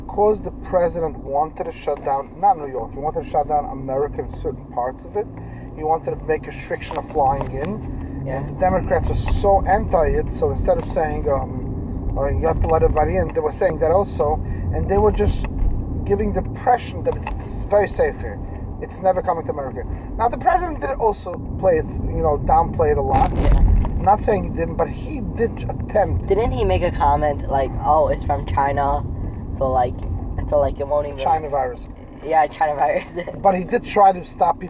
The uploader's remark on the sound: Me and my 15 year old son while driving home or to school.